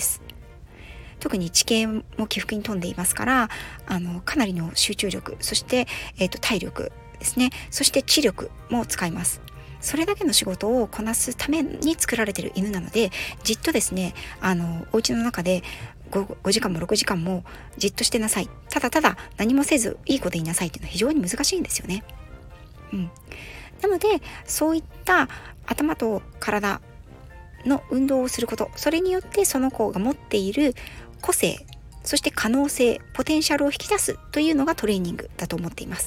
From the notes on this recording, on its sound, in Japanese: 訪問の仕事と仕事の合間の車の中から、 一発録りでお届けしております。